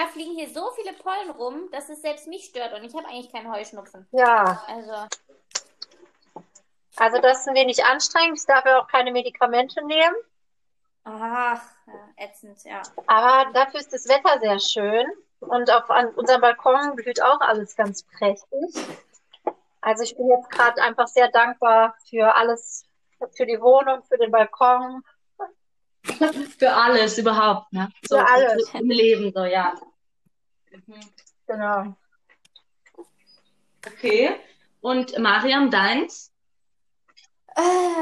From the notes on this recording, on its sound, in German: Mit ordentlich Hintergrundgeräuschen und einer Prise Mixtape.